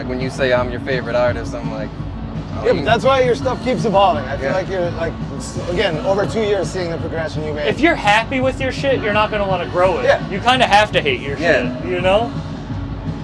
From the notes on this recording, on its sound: Live At Fenway Park. This podcast was recorded on The Green Monster at Fenway Park.